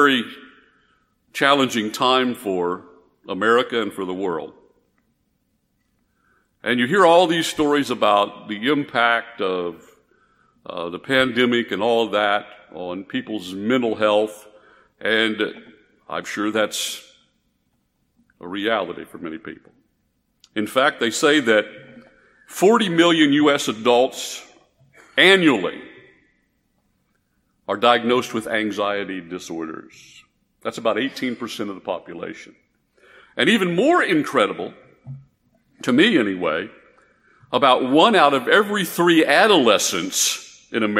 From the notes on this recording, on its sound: This message was preached at Northside Baptist Church in Conroe, Texas.